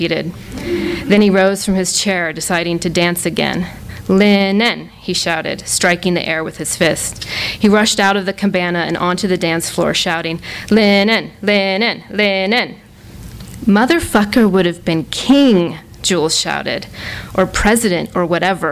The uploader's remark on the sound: A launch party for the debut novel. THIS EVENT WAS RECORDED LIVE AT SKYLIGHT BOOKS.